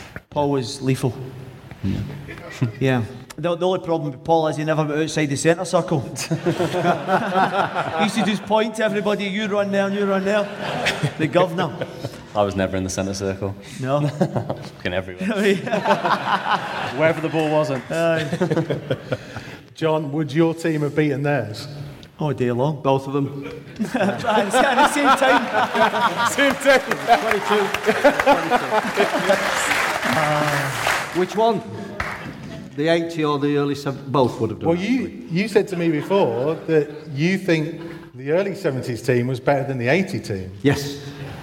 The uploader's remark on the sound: take to the stage at Wolverhampton Grand Theatre for the Old Gold Club live show